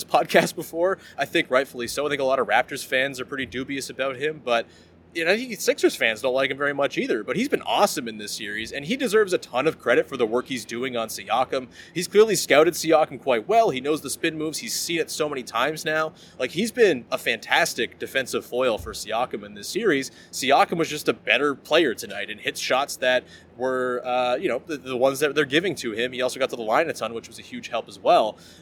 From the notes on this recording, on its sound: Goes solo LIVE from Scotiabank Arena.